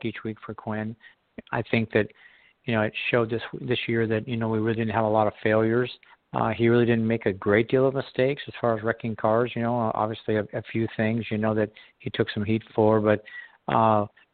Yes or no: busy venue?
no